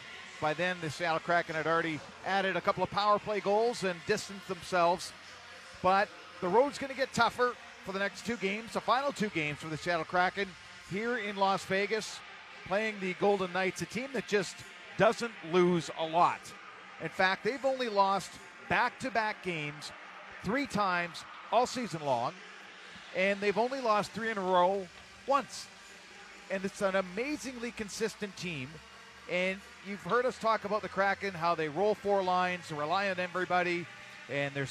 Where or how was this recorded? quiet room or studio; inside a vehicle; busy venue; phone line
busy venue